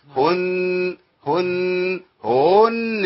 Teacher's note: أخلص الهاء المضمومة وانتقل على طول إلى النون المشددة